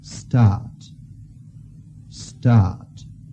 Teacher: The word ought is said on a slightly lower note, and the sentence continues on that lower note until it gets to the very last syllable. The word start is on a slightly lower note, and not only that, it falls as you say it.